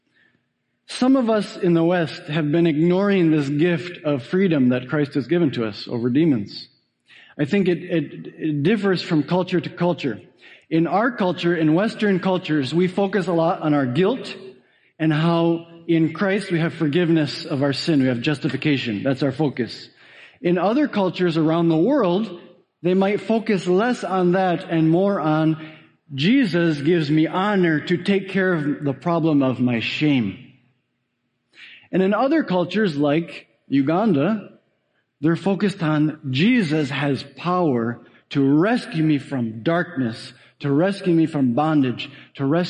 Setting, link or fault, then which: setting, large echoing room